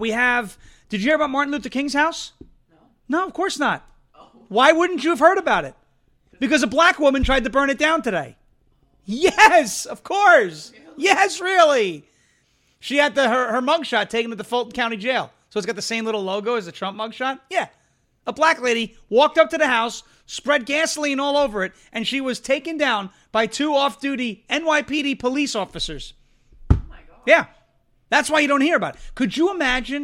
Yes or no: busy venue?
no